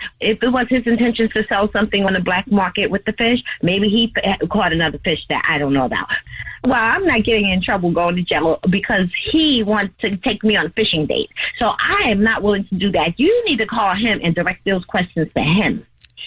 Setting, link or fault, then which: link, phone line